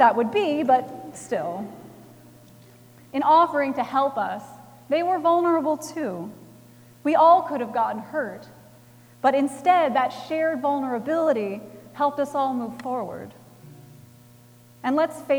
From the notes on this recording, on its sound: Recorded Christmas Eve, 2017 at Trinity Presbyterian Church in Bixby, Oklahoma.